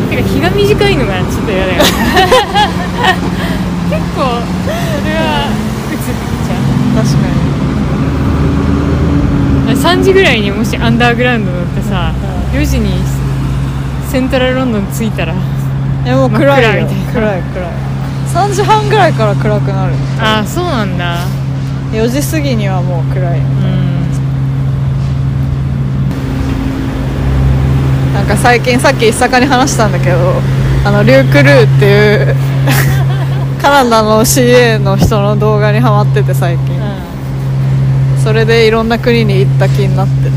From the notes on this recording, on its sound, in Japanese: 東京散歩しながら。年末の帰国で一年半ぶりの再会を果たし、久々の対面収録になりました。せっかくなので街をぶらつきながら。